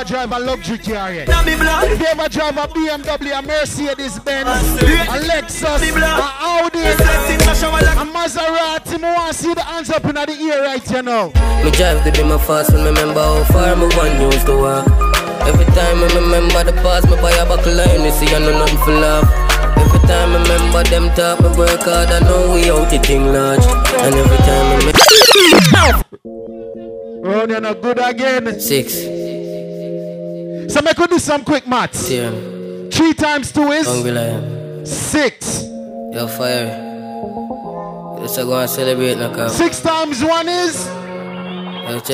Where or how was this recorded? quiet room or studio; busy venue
busy venue